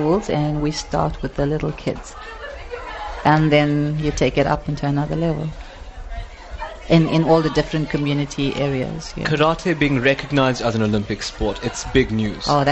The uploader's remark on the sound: NewsbreaK Talk LIVE from the SA Karate 2017 Nationals.